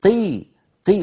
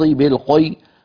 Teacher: هذا مبالغة في تفخيم المكسور، وهو مستعلي منفتح · Shown in: second take